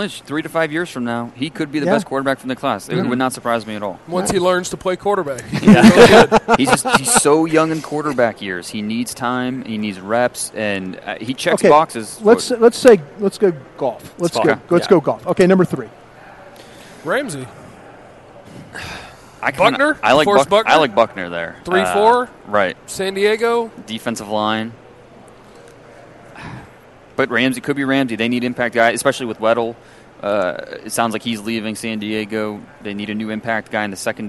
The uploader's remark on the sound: LIVE From 2016 NFL Combine